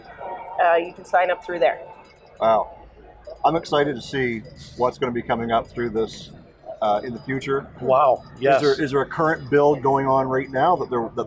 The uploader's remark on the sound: LIVE From The Racing Junk Booth. LIVE from the SEMA floor. A HUGE THANKS to Racing Junk for hosting the Get Out N Drive Podcast in their booth!